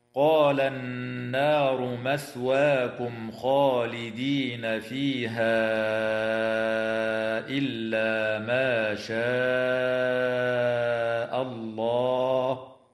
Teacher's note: النون المشددة في كلمة النار حكمها الغنة بمقدار حركتين، والميم الساكنة في قوله تعالى: مثواكم خالدين، حكمها الإظهار الشفوي عند الخاء، وتمد الألف من كلمة فيها حال الوصل بمقدار 4 أو 5 حركات من قبيل المد المنفصل.